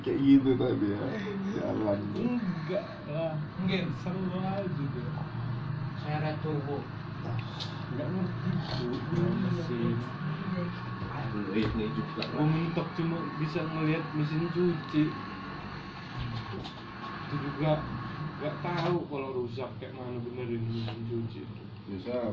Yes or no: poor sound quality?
yes